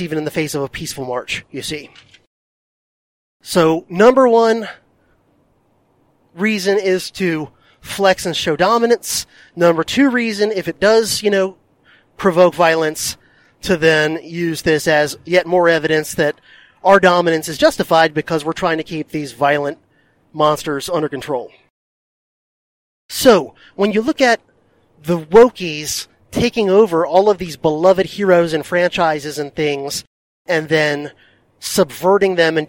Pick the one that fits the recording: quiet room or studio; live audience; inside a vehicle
inside a vehicle